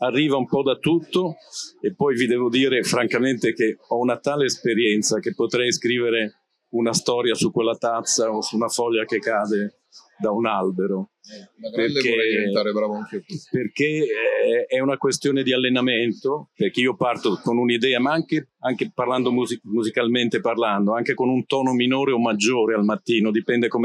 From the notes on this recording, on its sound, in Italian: Registrata durante Lucca Comics 2023